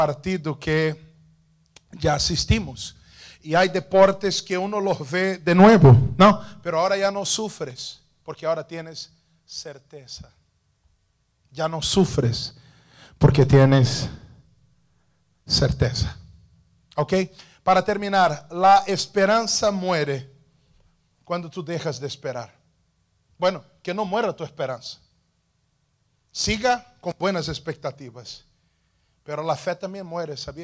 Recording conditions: large echoing room